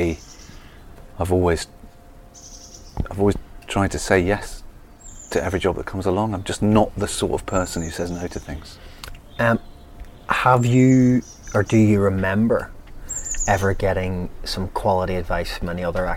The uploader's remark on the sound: Recorded in his garden